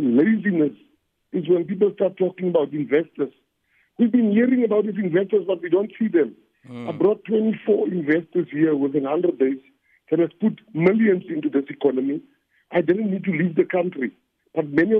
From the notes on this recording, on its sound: joins us on the line